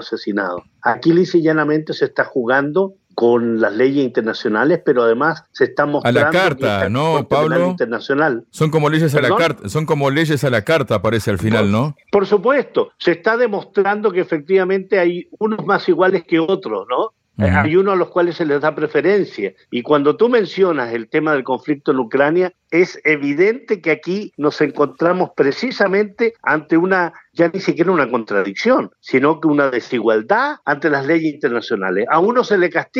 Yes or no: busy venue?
no